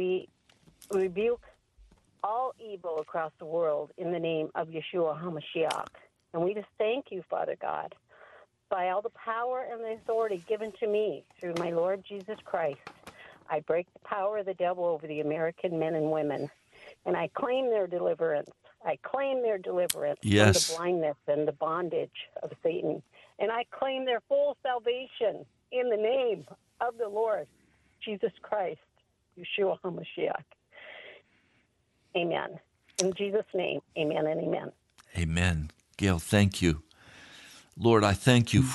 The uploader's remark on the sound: those who called into today's live prayer meeting